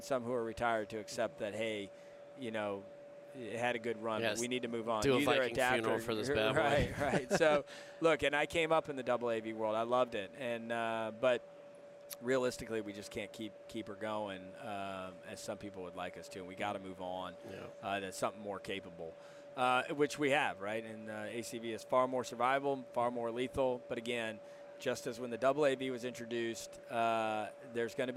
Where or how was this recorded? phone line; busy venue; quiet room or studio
busy venue